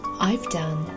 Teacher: 要注意的就是 v 这个音是唇齿音 v